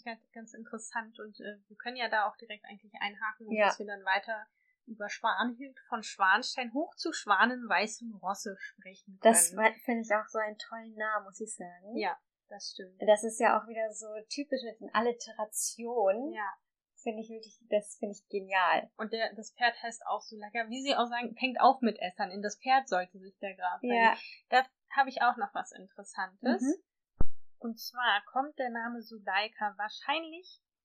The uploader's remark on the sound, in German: Bessere Aufnahmequalität gibt es ab Folge #03.